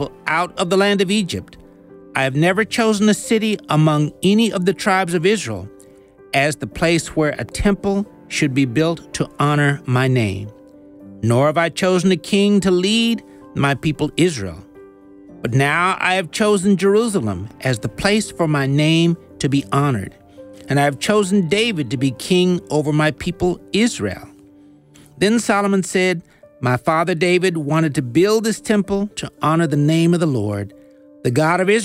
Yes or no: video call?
no